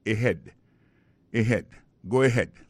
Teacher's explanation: on a point que accent tonique là tombé sous deuxième syllabe. Là, son mot gagne deux syllabes et head.